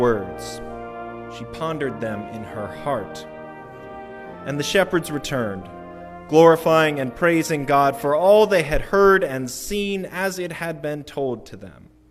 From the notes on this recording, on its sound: Recorded at the Christmas Eve Candlelight Service December 24, 2022. Music recorded during worship.